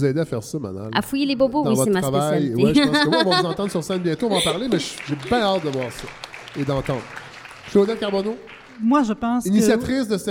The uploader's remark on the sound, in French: Un épisode hors-série organisé par les OUI Québec enregistré devant public au Bain Mathieu.